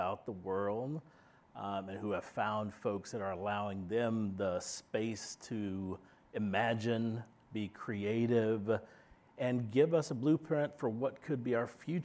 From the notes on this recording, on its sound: Live from ASU California Center at the historic Herald Examiner Building.